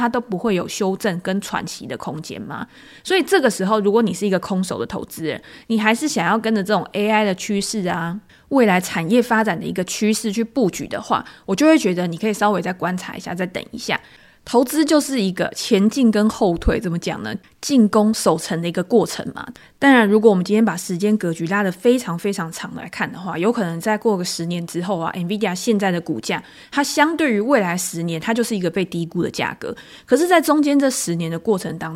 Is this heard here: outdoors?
no